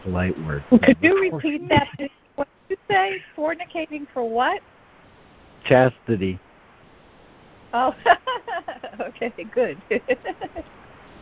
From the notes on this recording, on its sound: ACIM Daily Conference Call.